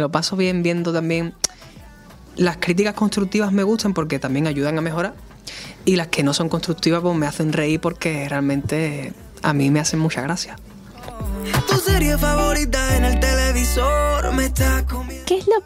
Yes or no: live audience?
no